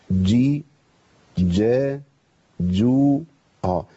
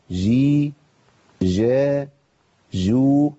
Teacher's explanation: الجيم في القرآن هي معطشة · Shown in: first take